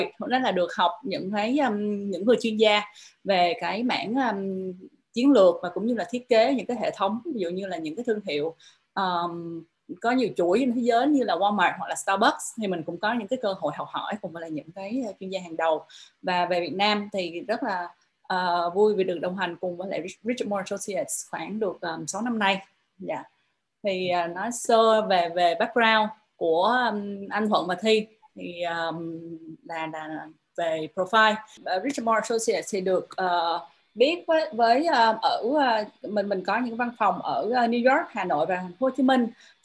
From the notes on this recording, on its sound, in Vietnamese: Nội dung âm thanh này đã được Arena Multimedia ghi âm lại từ nền tảng ứng dụng Zoom trong sự kiện Online Talkshow: DESIGN TO GROW - THIẾT KẾ ĐỂ TĂNG TRƯỞNG.